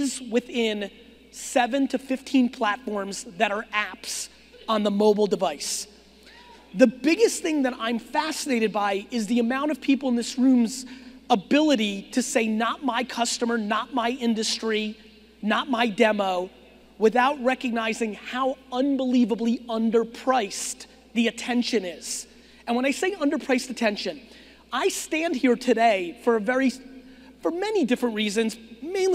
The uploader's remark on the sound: a keynote I gave back in 2018 in Phoenix, Arizona!